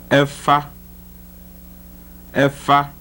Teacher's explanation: the voiceless labiodental fricative